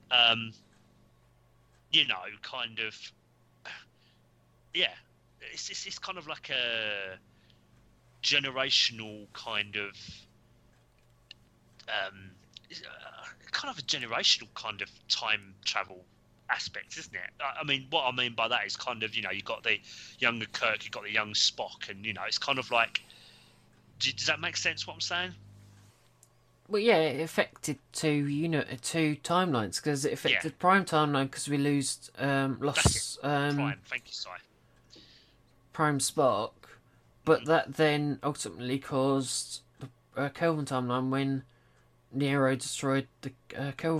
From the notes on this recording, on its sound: Please note we had some minor sound difficulties whilst recording.